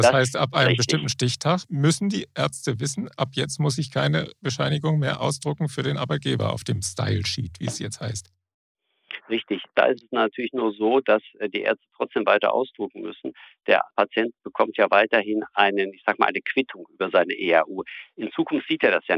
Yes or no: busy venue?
no